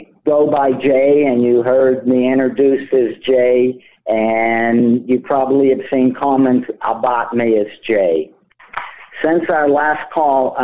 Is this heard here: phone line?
yes